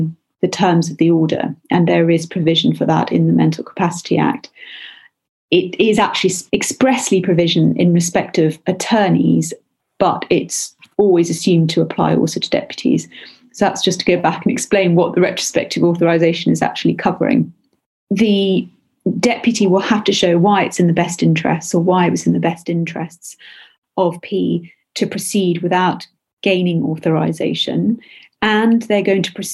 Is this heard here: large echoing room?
no